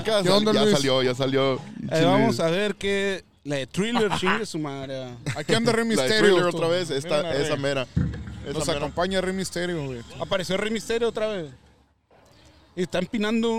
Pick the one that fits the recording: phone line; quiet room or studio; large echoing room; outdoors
outdoors